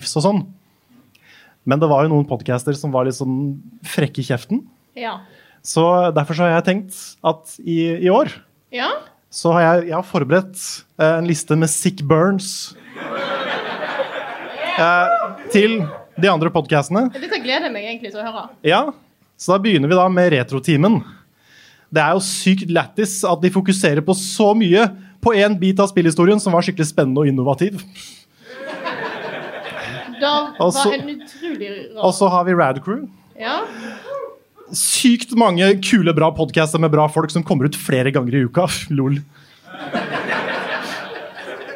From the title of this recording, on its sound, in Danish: LIVE FRA TILTCAST 2.0!